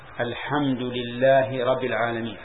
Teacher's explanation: نعم ترك منها تشديدة مثل أن يقول الحمد لله رب العالمين هذا ترك تشديده وهي تشديد الباء وإنما لم يصح لأن الحرف المشدد عن حرفين فإذا ترك التشديد نقص حرفا.